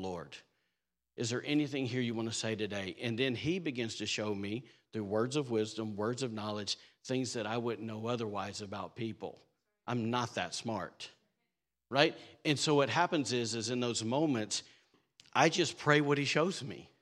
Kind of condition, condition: setting, large echoing room